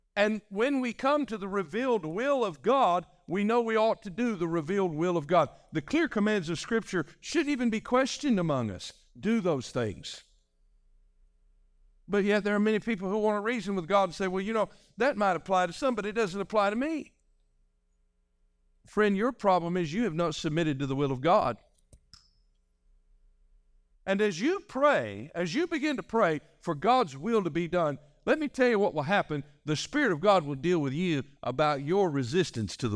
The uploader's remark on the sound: This message was delivered on January 14, 2024, during our evening service.